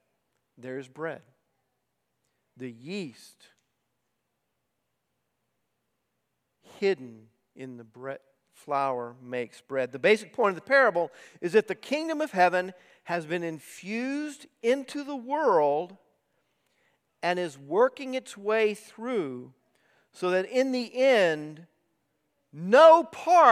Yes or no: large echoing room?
yes